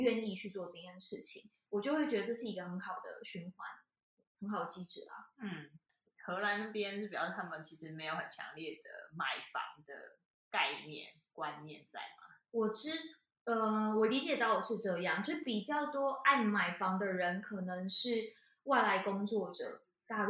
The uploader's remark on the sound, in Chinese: 由於外錄的音質有點難控制，本集的聲音會有空間感。